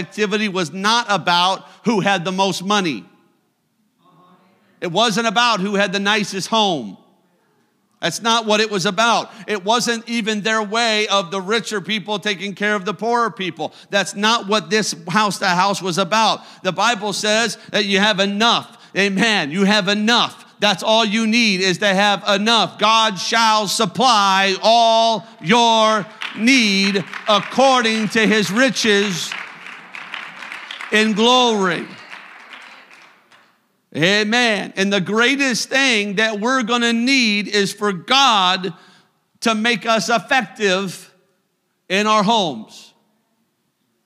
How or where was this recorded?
large echoing room